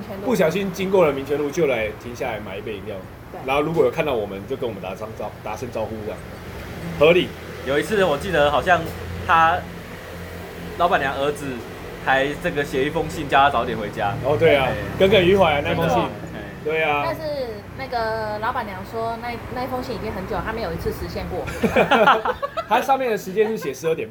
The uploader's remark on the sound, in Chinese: 錄音地點：牽咖啡 Chen Coffee